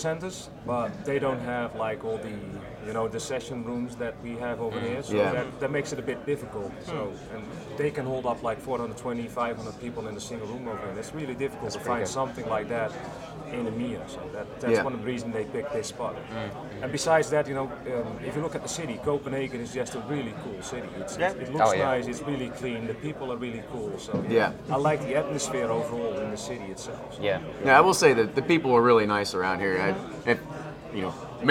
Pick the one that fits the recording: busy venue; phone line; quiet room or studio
busy venue